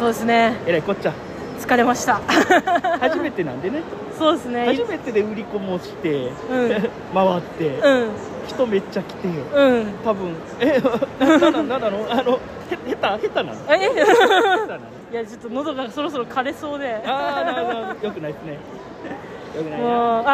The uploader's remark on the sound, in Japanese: ゲムマ2023秋-会場より。ゲムマの会場で収録しました！